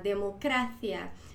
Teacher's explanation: la sílaba tónica es la penúltima